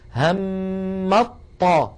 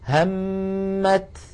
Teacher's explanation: همت طاء، يعني ما عاد في تاء في النطق · Shown in: first take · همت، وهذا فقط يا إخوة في حال الوصل. · Term: الإدغام